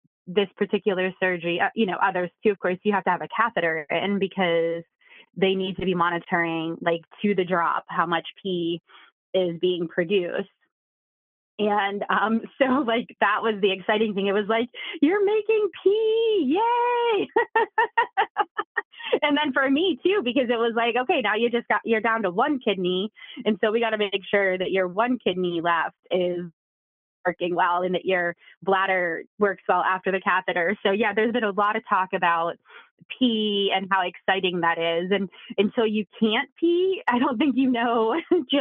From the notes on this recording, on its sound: She called